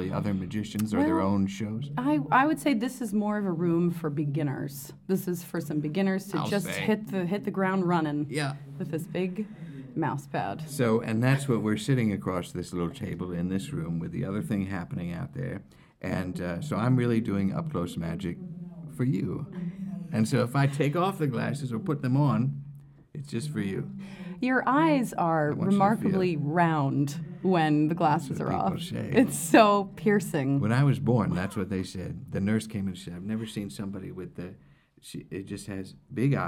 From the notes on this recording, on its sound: Recorded from deep within LA’s World Famous Magic Castle